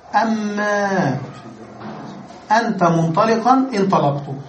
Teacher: ثم حذفت كان تخفيفا، ووضعنا ما الزائدة بدلا منها، فأصبحت هكذا أن ما، والتاء تنفصل، أنت، أن أنت منطلقا انطلقت، صار هكذا أن نون ساكنة وبعدها ميم فحدث الإدغام فصارت هكذا أما أنت منطلقا انطلقت، فصار التركيب بهذا الشكل.